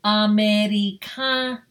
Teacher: it's the second to the last syllable that gets the emphasis.